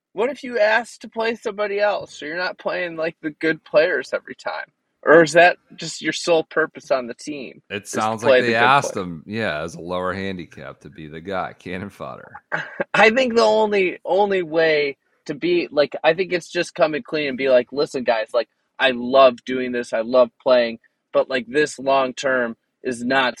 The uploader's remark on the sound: We did not have to wait long this year for some sort of recording hurdles. Forced to record on his phone in the car in a grocery store parking lot due to wifi being knocked out from the storms.